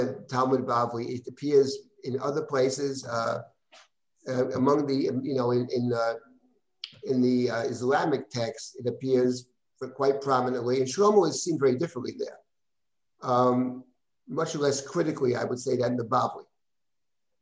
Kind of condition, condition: link, video call